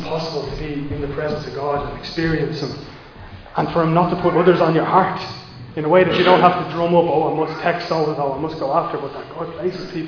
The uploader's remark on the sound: Recorded live in Liberty Church on 10 April 2022